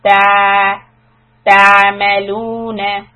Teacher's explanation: Ta'maluna, ayn sukun, hold it, ta. Try not to dip or raise the voice on ayn, because it will create a qalqala on it. So we just hold it steady for 2 counts.